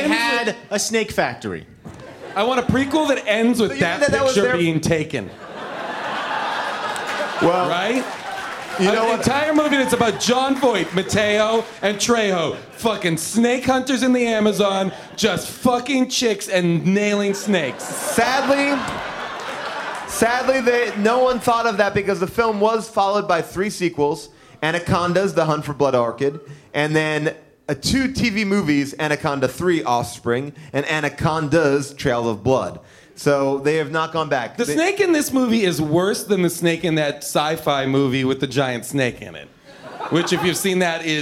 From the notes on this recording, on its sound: LIVE from The Bell House in Brooklyn